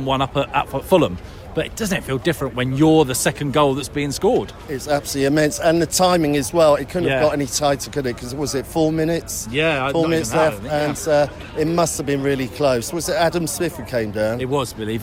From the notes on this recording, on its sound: Elated fans reacted at full-time outside the stadium. There was some raw reaction at full-time. In front of the North Stand.